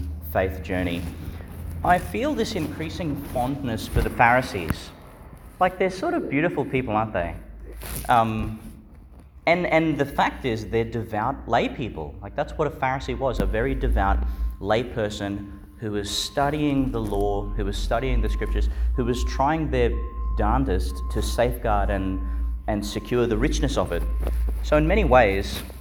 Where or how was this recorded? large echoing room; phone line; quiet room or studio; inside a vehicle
large echoing room